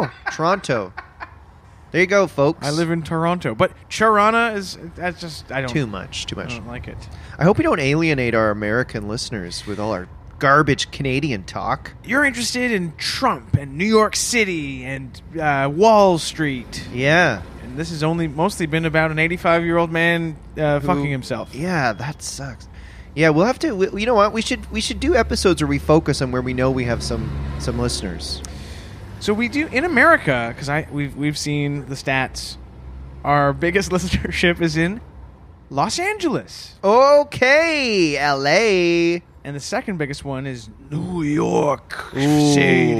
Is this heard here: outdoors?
yes